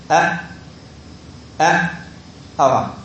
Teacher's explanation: تخرج الهمزة الساكنة بانطباق الوترين الصوتيين